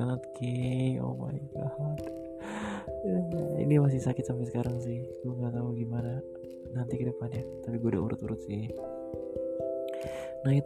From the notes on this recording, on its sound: sorry for those noises:(